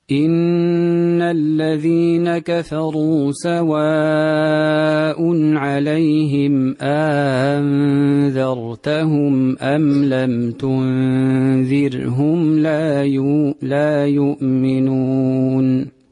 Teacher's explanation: أدخل له ألفا بين الهمزتين، الأولى محققة والثانية مسهلة · Term: الإدخال